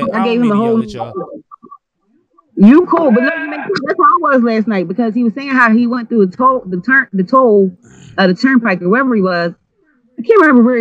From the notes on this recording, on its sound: chop it up via Skype